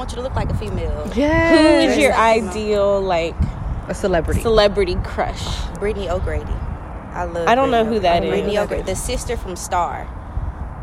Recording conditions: outdoors